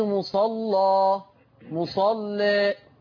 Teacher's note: لو أنا عندي لام مغلظة وبعدها ألف مادية الألف دي فيها فتح وتقليل